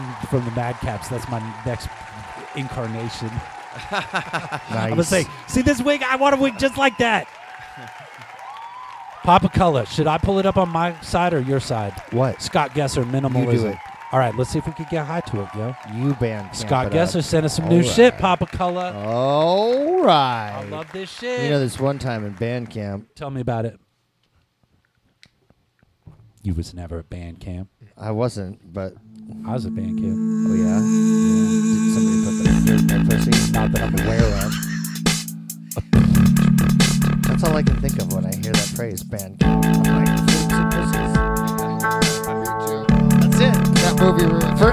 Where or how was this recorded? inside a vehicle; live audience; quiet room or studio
live audience